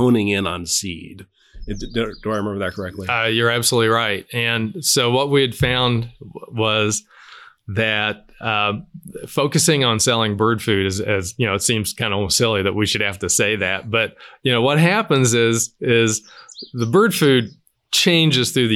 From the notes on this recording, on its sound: outside Wolf Run’s old clubhouse—amid a cacophony of songbirds